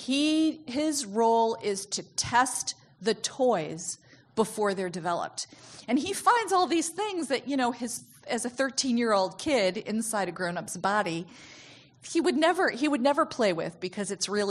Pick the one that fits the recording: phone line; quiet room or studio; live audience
live audience